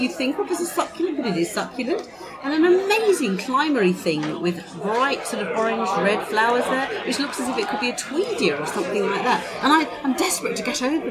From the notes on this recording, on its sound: A live episode of On The Ledge recorded at the inaugural Cactusworld Live event. Organised by the British Cactus and Succulent Society ( BCSS ).